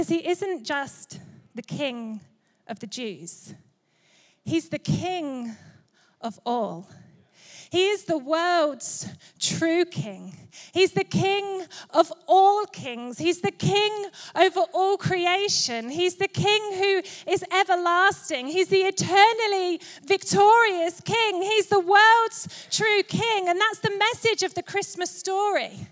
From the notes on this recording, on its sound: Recorded live at Life Church on Sunday 17th December 2023.